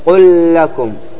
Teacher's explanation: كيف تفعل؟ قل لكم، تصبح اللام واحدة مشددة · Term: إضغام